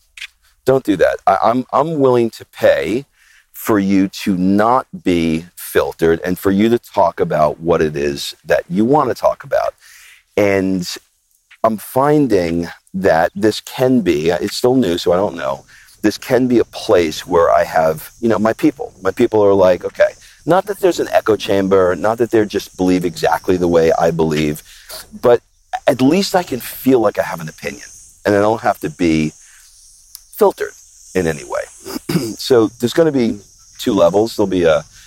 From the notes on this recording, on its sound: I take a walk and talk